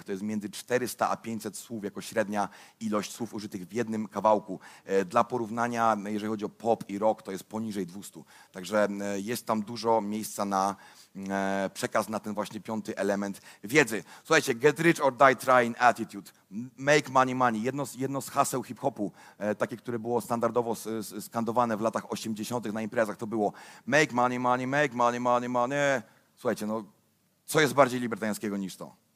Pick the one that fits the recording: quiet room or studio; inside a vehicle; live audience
live audience